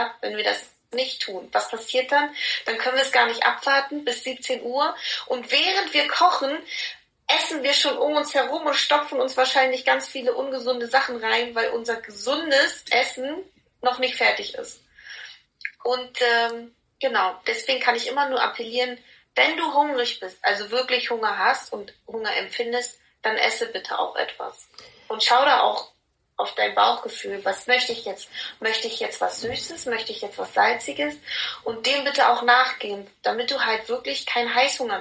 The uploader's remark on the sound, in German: der erste Zoom Call der zum Podcast wird.